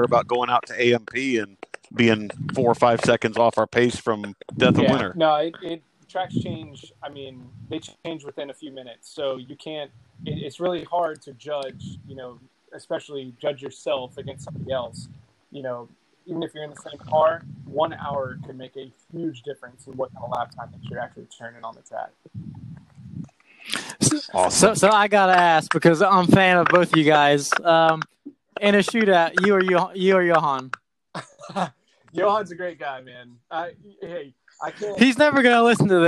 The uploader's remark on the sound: The Audio Quality in this episode is lack luster. Our recording app was not cooperating.